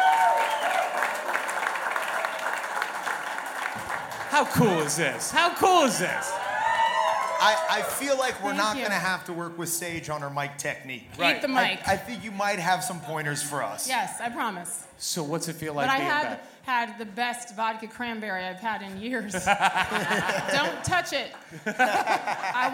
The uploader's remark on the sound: HOMECOMING (LIVE from THE BLUEBIRD).